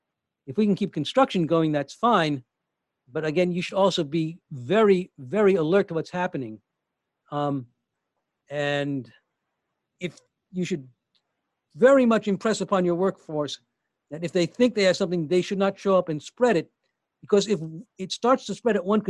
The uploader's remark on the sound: Facilitated a live 2-hour webinar and Q&A. This is the audio only.